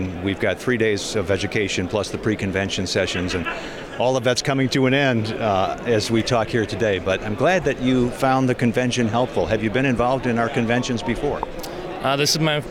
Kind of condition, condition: setting, busy venue